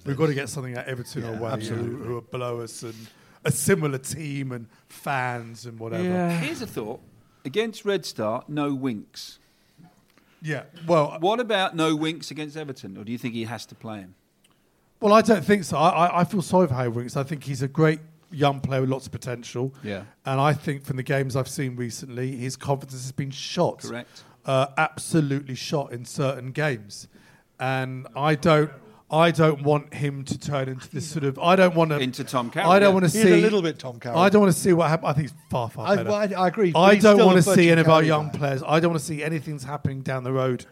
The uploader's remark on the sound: live recording from Central London